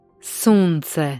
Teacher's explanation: Das S im Kroatischen wird als scharfes S ausgesprochen, wie im deutschen Wort Soße.